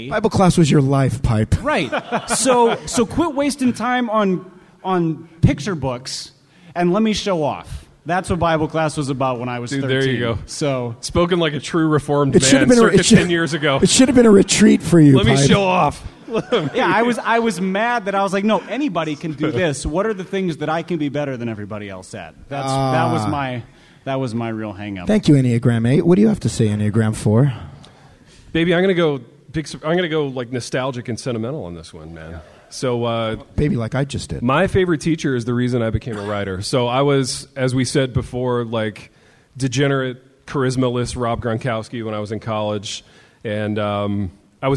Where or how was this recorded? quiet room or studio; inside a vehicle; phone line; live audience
live audience